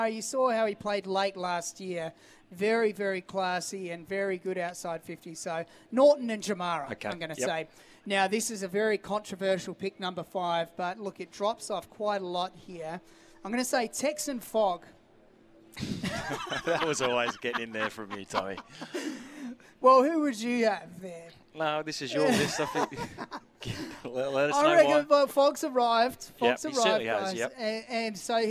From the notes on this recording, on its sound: broadcast live from the Adelaide Motorsport Festival